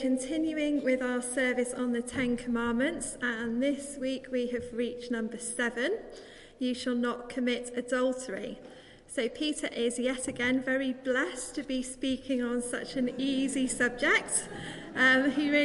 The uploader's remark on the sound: Live. Christ Church, Bayston Hill (UK).